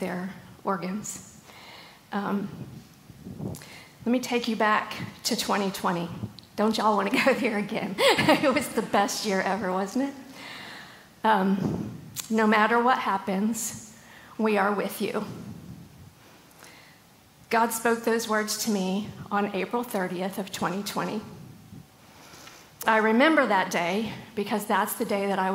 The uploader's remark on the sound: LIVE! September at the Gathering 2023